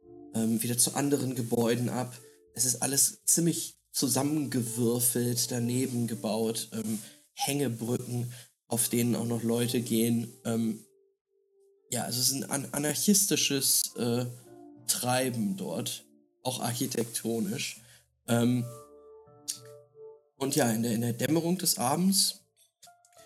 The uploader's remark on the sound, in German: mit leichten Audio-Issues